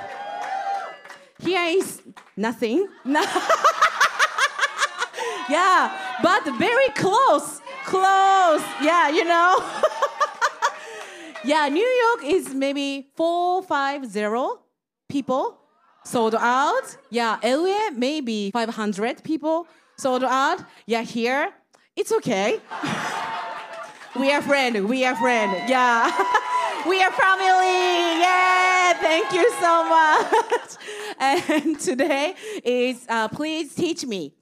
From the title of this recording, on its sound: The Podcast LIVE! Snippets from New Orleans and LA!